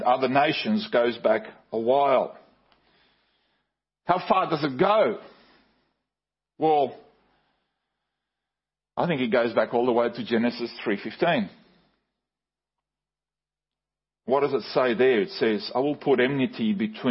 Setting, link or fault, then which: setting, large echoing room